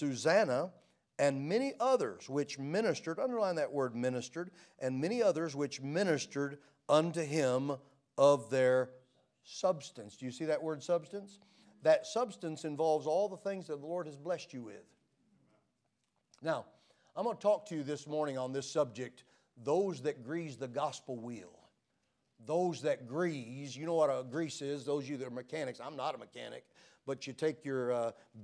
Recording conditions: large echoing room